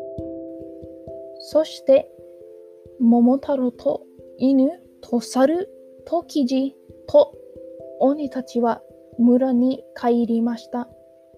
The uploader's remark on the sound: earbud/headphone warning, potential of loud background "fuzz" at end of part 1 recording.